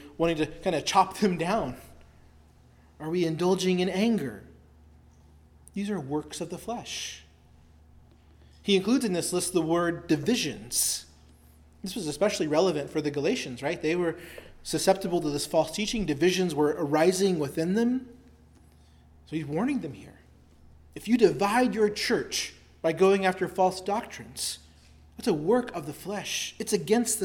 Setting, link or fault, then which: setting, large echoing room